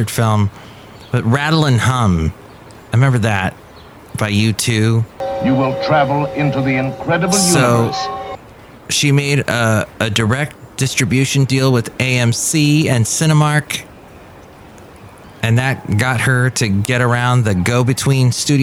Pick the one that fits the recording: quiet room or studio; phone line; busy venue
busy venue